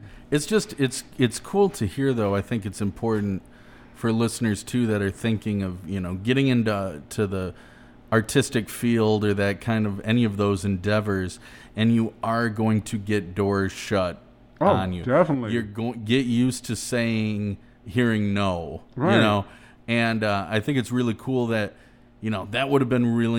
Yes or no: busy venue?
yes